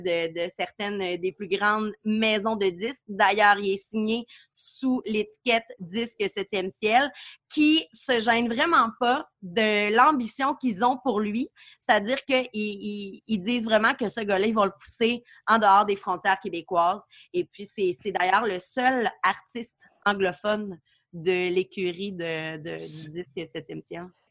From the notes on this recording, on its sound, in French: La classe a eu lieue sur Zoom, en vidéoconférence.